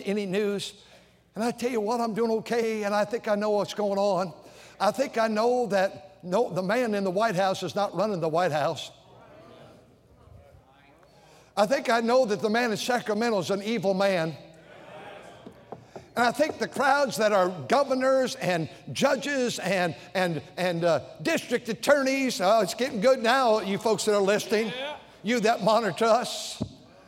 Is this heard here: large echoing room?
yes